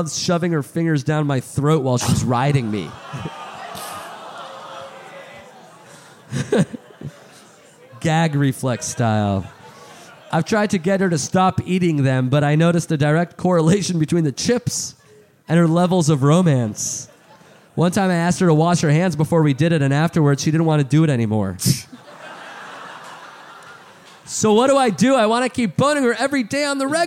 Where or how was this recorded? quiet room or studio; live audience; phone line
live audience